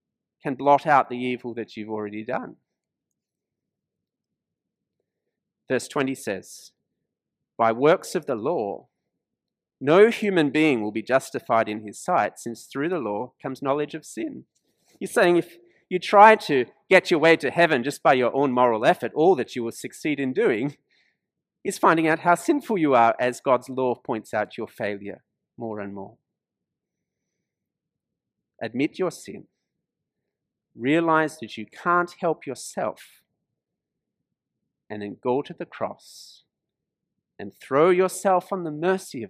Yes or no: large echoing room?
yes